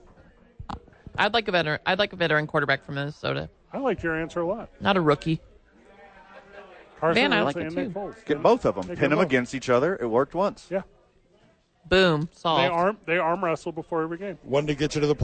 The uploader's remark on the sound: The Bois are live from Howies Sports Page.